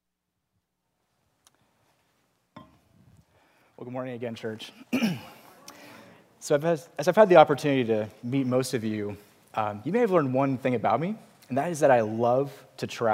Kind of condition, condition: setting, large echoing room